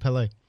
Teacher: It's Pele. On the second syllable.